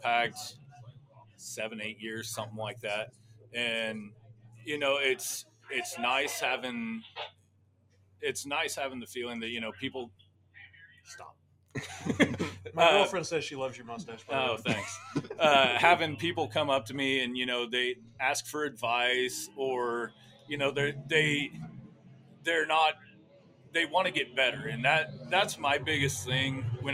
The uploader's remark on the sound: Live from RPM's test and tune night ahead of the 2023 Mike Hughes Memorial Sunflower Classic